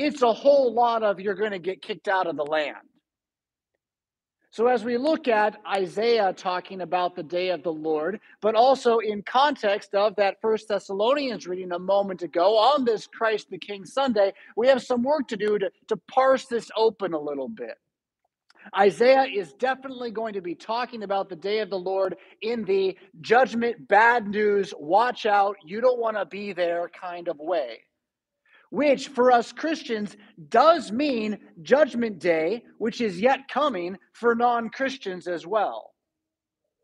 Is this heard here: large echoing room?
yes